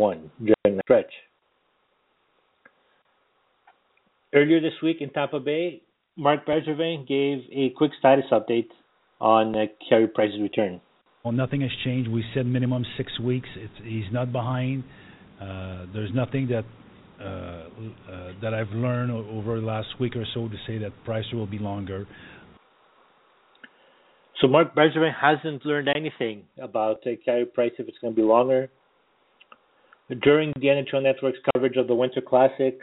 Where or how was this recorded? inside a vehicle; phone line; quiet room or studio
phone line